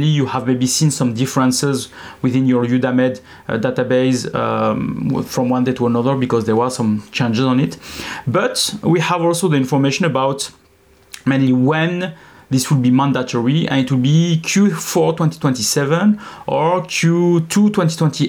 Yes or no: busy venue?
no